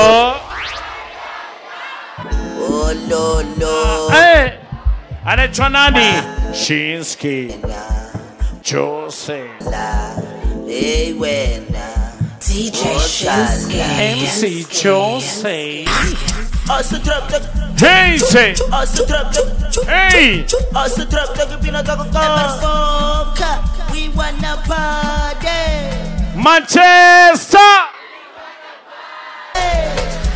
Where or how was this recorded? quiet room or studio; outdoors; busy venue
busy venue